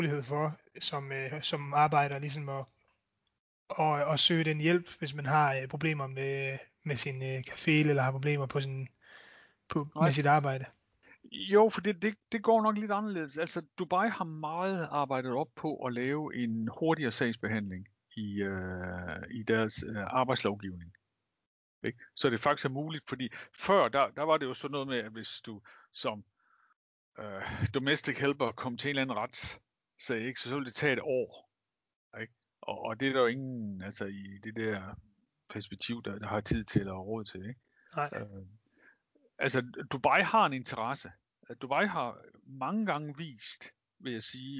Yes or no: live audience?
no